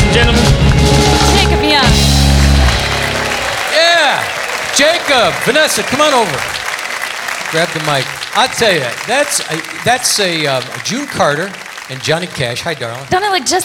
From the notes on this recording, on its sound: Live at the SouthPoint Casino